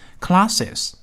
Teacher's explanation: hand 变成 hands。但如果这个单数名词是以 s x c h s h 结尾的话，因为发音的问题，一般会加上 es 而不是 s。为什么说是因为发音的问题呢？你看，如果我们假如把 class 这个单词直接加上 s 的话，变成复数，那它怎么发音呢？那应该会发成 classes，非常地别扭。但如果我们加上的是 ES，用一个元音因素 E，放在两个辅音因素 S 之间，隔断一下，读起来就非常地轻松自然了。classes，类似的以 X、C、H、S、H 结尾的单词，也是因为同样的元音，变复数的时候呢，需要加上 ES。再看下一条规则，以辅音字母